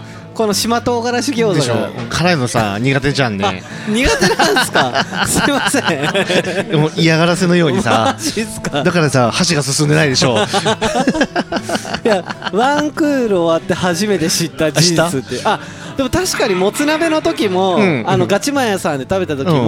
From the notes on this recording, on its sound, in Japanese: 愛知県東海市を中心に、お酒を呑みながらおじさんが喋るラジオ。今回は東海市大田町にあります楓花亭さんで収録！